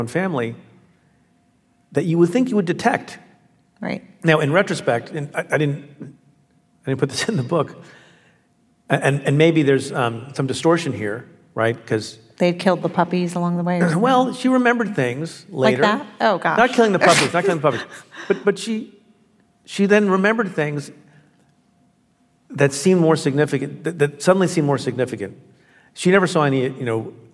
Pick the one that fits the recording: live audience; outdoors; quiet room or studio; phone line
live audience